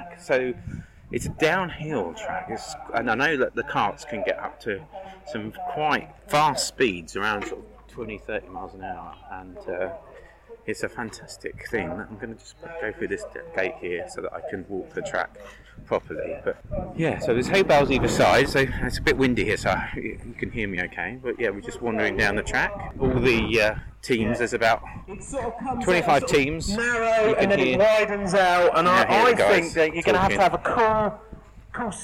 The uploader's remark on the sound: Hear snippets of performances throughout the day, some live commentary, and some words from the amazing charities this event supports.